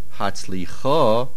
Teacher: the stress is at the end, Hatzlicha, on the ches, and there is no dogesh in the nun.